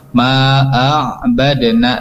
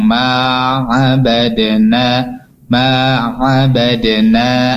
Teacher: A-nya ini jangan dihentakkan karena tidak ada hamzah. · Shown in: second take